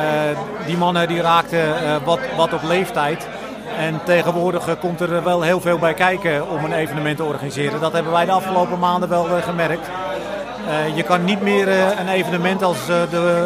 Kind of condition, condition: setting, busy venue